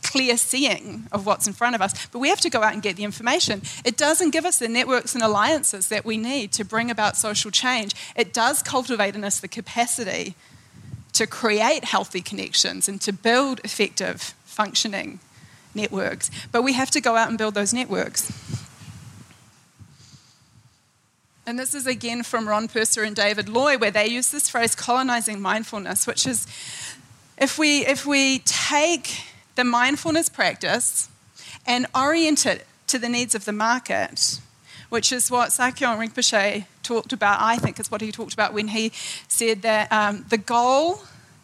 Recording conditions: live audience